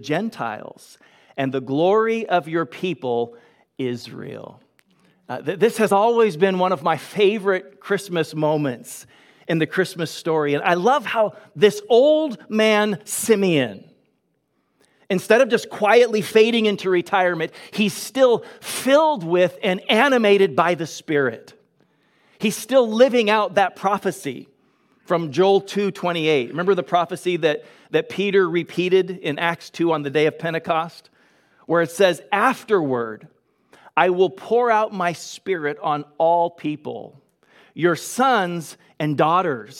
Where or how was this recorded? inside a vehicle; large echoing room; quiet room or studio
large echoing room